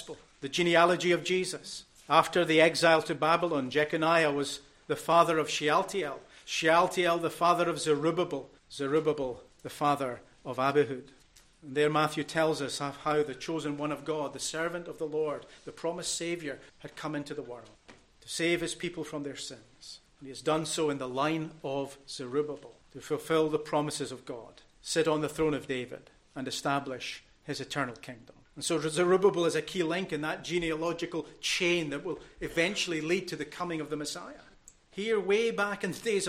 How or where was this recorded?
large echoing room